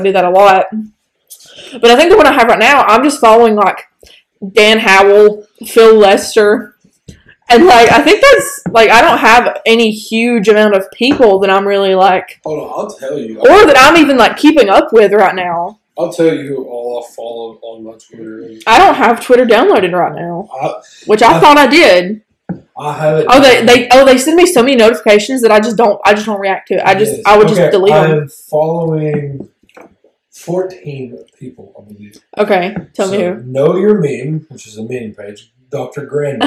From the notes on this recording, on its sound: It was chaotic. We had a few audio problems but they should be entirely fixed by next episode.